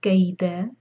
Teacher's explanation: دا یہاں تنوین فتح کی ہے اور ہم یہاں رکیں گے تو ہم اس کو دو حرکہ کھینچیں گے. یہ ہے مد عوض عن التنوین، کئی دا.